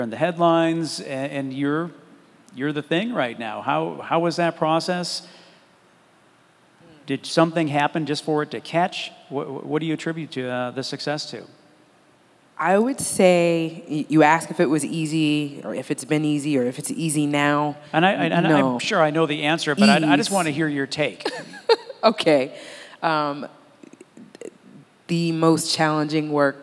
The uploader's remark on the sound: This episode is part three of three Fervent Four Show episodes that were recorded at the Mighty Dream Forum.